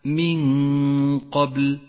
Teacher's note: من قبل النون الساكنة وبعدها حرف القاف وهو من حروف الإخفاء تخفى النون بالقاف مع بقاء غنة للنون زمنها حركتان